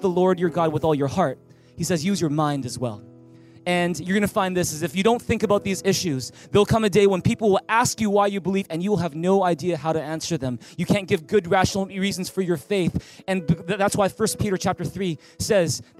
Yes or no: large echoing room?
yes